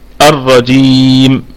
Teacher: أن الجيم هنا مكسورة واتصلت الكسرة بحرف الياء الذي بعدها